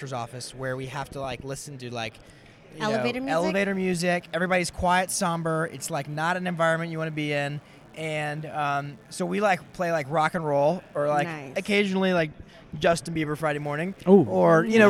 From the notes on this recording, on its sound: LIVE at Voices Of Dentistry.